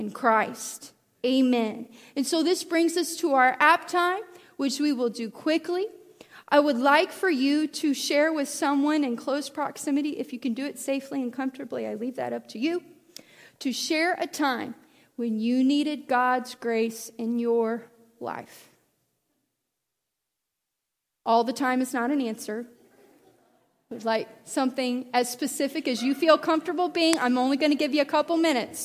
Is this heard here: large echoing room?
yes